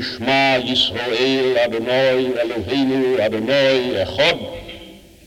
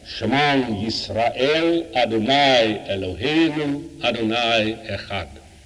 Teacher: The Sephardi will say Shemang, the ayin is a nasal sound · Shown in: second take